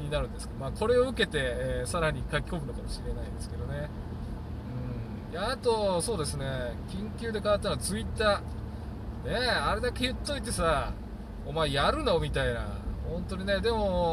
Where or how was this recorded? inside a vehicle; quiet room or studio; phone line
inside a vehicle